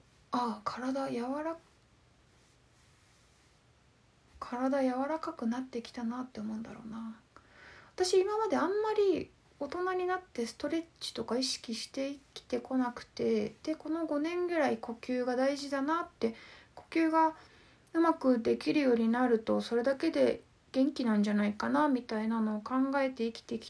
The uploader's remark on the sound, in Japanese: インスタライブの録音です。